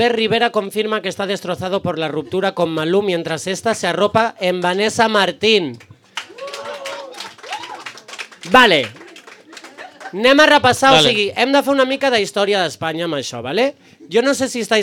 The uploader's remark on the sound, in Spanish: En vivo desde Rouge Cocktail Bar